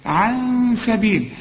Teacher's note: أنا قلت لك قبل كده إنها دائما مرققة. عن سبيل الله، النون هنا لازم تغن ونخفيها علشان السين دي من حروف الإخفاء